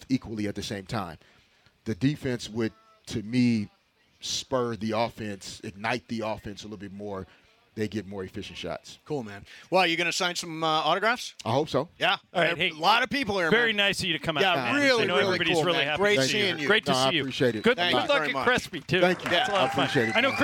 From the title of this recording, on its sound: LIVE From Ralphs in Redondo Beach!